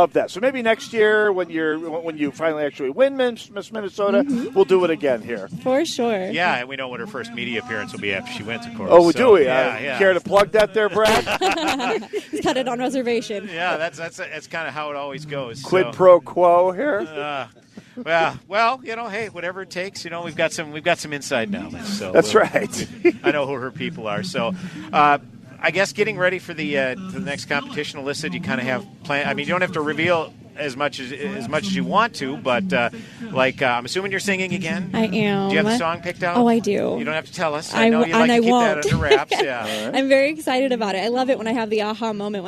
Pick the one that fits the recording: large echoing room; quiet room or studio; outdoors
outdoors